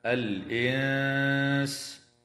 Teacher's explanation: وتخفى النون الساكنة عند السين مع الغنة مرققة في كلمة الإنس